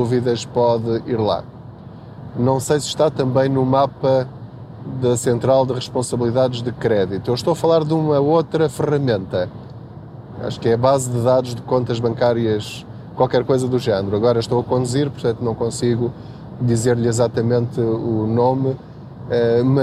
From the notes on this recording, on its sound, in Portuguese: Não ligue aos barulhos da viagem.